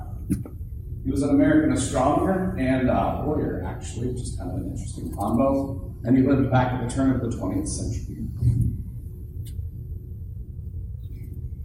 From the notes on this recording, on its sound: Thanks to everyone that came out to the event, it's was a lot of fun and mildly terrifying because I'm used to speaking with all of you here on the podcast and not in a live setting in front of people.